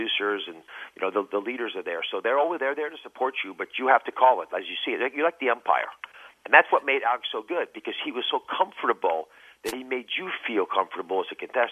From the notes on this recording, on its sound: He called in to the big show